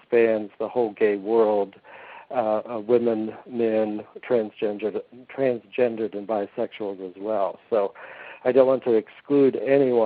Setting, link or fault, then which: link, phone line